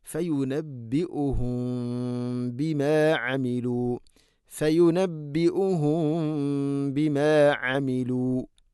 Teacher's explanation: സാക്കിനായ മീമിന് ശേഷം ബാ വന്നാൽ ഇഖ്ഫ ഷഫവി എന്നാണ് പറയുക.